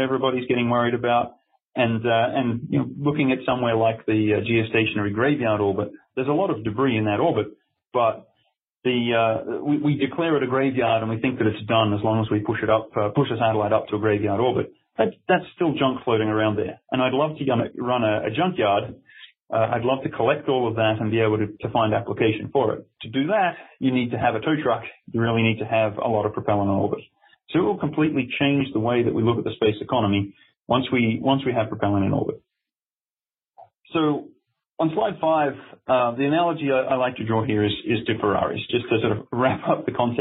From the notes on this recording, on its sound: weekly teleconference